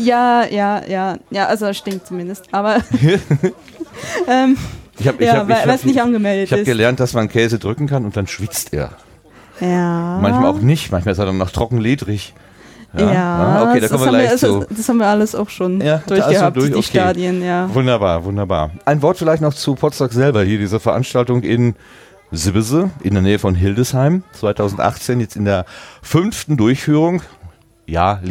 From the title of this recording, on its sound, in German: Podstock 2018 - vor Ort